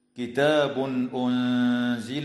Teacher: يظهر التنوين عند الهمزة في قوله تعالى: كتاب أنزل